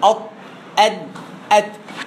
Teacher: يبقى طرف اللسان مع اصول الثنايا العليا، اصول الثنايا العليا السنتين اللي فوق